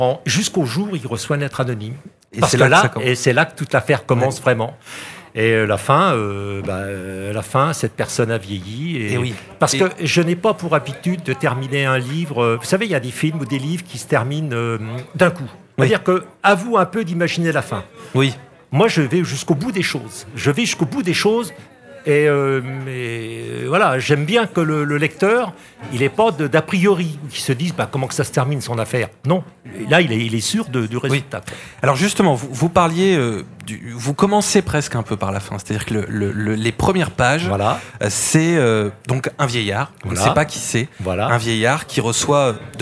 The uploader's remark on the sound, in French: Était sur les radios de la FRAMA en direct du salon du livre samedi 1er octobre 2022 à l’occasion de Faites Lire.